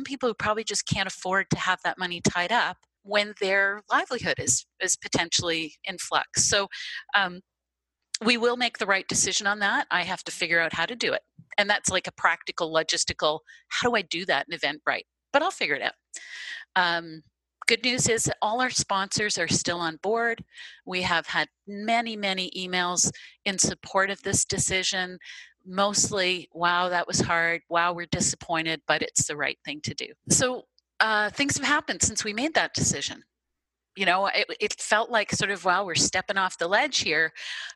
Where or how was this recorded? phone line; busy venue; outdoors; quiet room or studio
busy venue